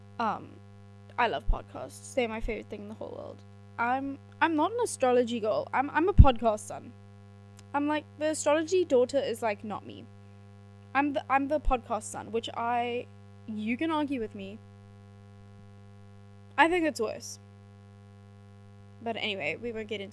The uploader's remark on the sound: Apologies for the poor quality sound - we are working on this for the future.